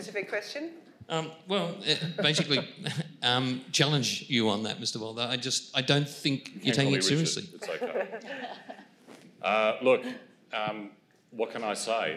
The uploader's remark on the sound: Melbourne event recording. This is an event recording of a public forum in the Energy Future series, hosted by Melbourne Energy Institute and Grattan Institute.